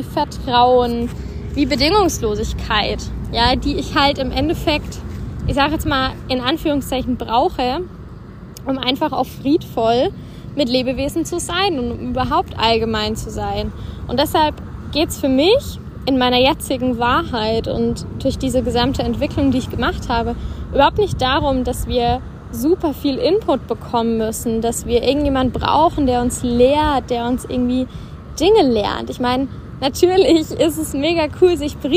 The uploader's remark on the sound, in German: Kurzschnack live aus unserem Päuschen in der Sonne